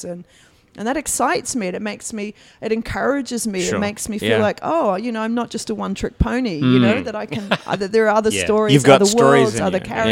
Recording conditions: busy venue